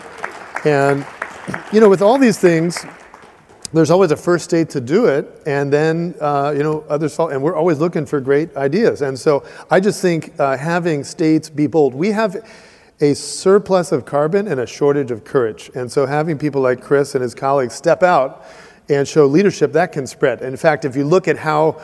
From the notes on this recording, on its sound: The best of live interviews from GreenBiz events.